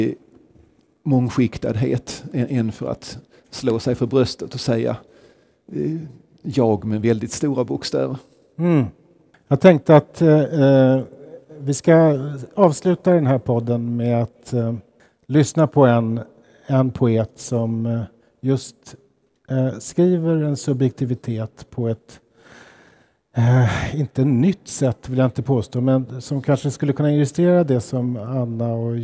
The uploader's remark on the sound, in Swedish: Inspelad på Poesimässan, Stockholms Stadsbibliotek den 23 mars 2018.